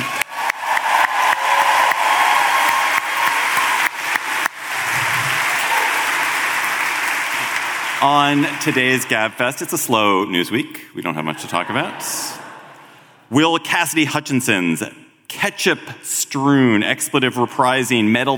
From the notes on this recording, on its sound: Political Gabfest Live! Live at Sixth & I in Washington, DC.